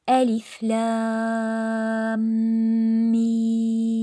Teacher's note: حيث اجتمعت ميم ساكنة آخر التلفظ بحرف اللام وبعدها ميم متحركة أول التلفظ بحرف الميم، فتقرأان ميما مشددة · Term: الإدغام الشفوي